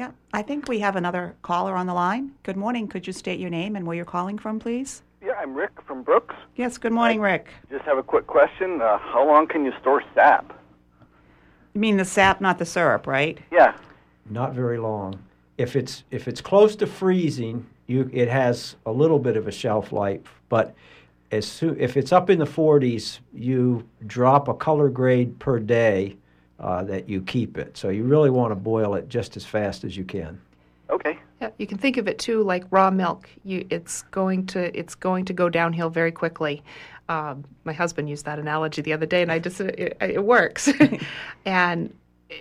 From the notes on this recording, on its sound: Call In Program: Yes. WERU 89.9 FM Blue Hill, Maine.